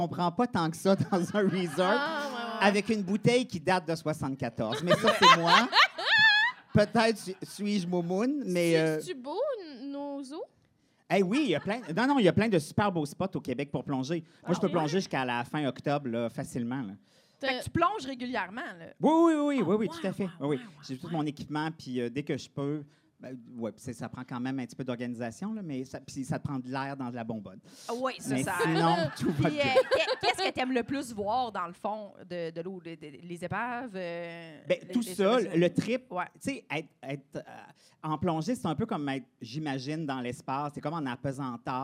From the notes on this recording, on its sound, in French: Dans cet épisode Live un brin crunchy